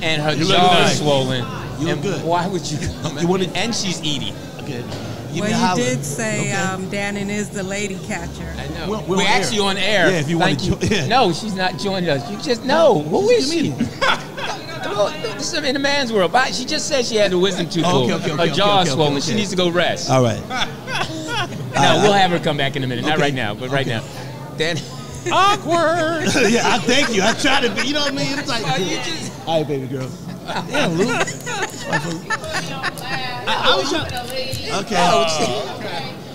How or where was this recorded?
busy venue